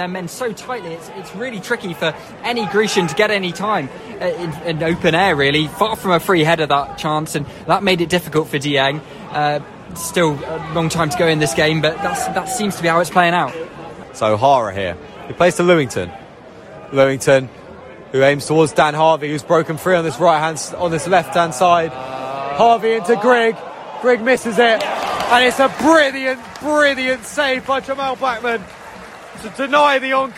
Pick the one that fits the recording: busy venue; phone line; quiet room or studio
busy venue